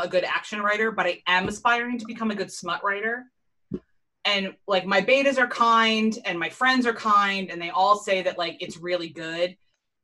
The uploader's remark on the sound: We had a virtual happy hour earlier this week and we decided to hit record!